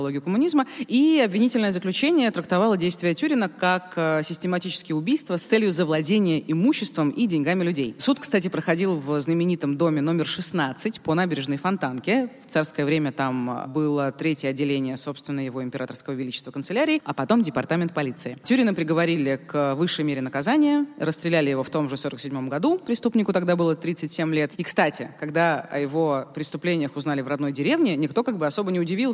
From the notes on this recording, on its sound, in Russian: Открытая запись. В новой открытой записи из Питера!